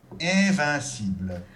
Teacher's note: Since we have I-N in the first and second syllables of this word, we get the closed E nasal, followed by an open E nasal